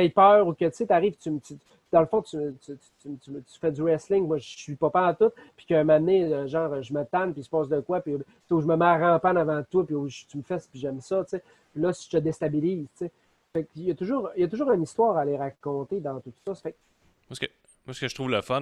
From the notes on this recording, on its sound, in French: En direct de Zoom